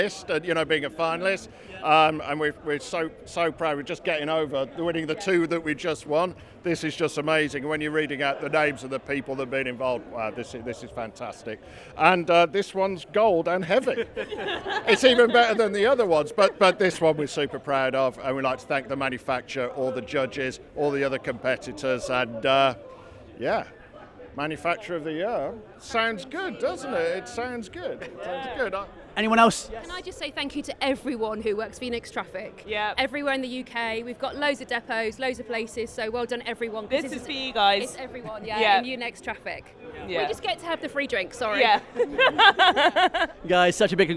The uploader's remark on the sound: We've got coverage of both days of The Manufacturer Live at The ACC in Liverpool. With first hand, immediate reactions from our finalists and winners at The Manufacturer MX Awards.